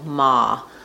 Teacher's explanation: And then the letter H is silent, although I've rewritten it here for you with the letters A-H, so you can think of that ah as a nice open ah sound